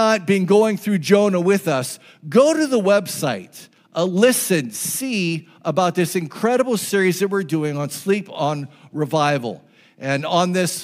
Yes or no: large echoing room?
yes